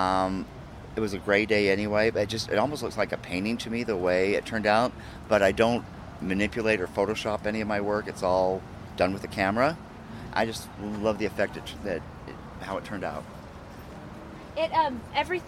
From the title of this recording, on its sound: On the Street Utah Arts Festival 2019